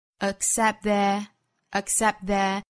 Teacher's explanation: Accept 尾部的 t 略掉，后面遇到了辅音嘛